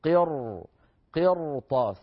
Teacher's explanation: فيفخمون الراء من أجل مجاورة الراء الساكنة لحرف الاستعلاء غير المكسور يعني المفتوح